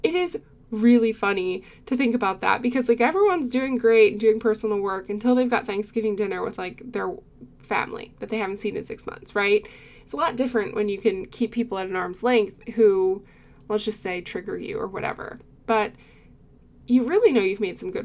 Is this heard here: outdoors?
no